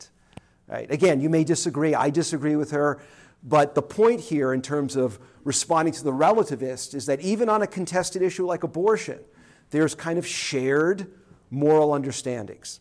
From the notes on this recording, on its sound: This lecture was given on September 7, 2023, at Tulsa